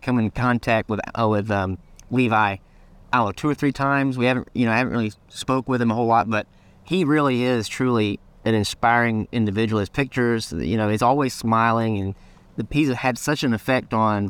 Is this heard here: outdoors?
yes